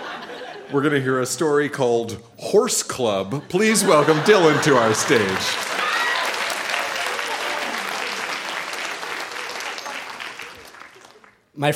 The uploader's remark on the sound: Recorded live at the Royal Cinema in Toronto.